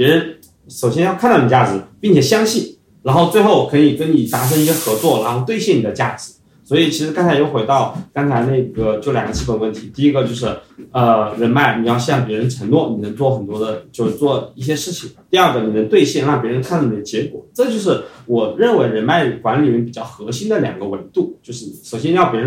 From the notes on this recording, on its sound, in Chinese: 这两位朋友都是第一次参与播客录制，录音设备不那么专业，所以音质没那么好。